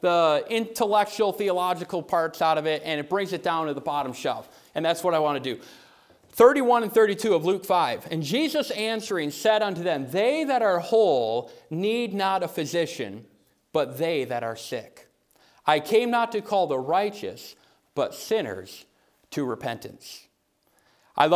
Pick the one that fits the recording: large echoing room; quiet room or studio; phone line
large echoing room